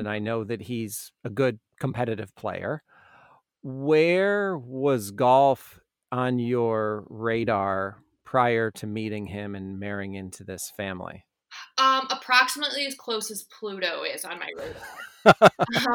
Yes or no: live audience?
no